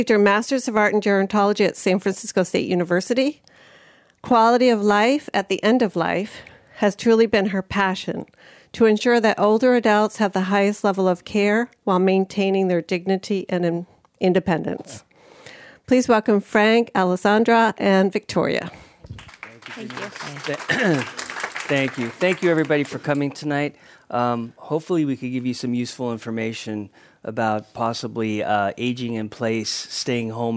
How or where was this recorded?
live audience